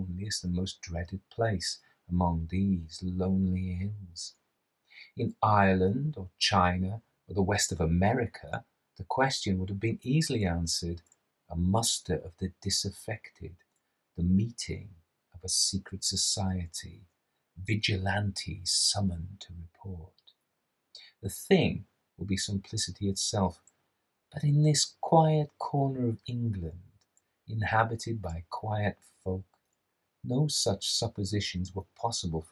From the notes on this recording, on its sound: This is the audio extracted from the edited version of my live reading. All the audio is there (some of the live cut out) and it is as polished as well as I can do. There are two microphones in this: the streamed version which is compressed and a little fuzzy and the camera microphone which is tinny.